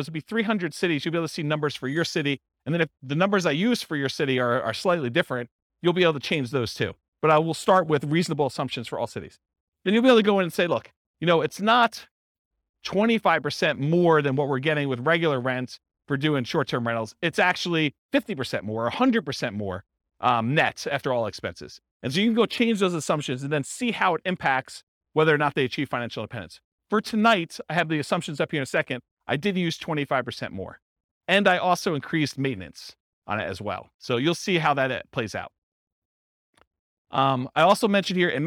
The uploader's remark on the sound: This was a live class recorded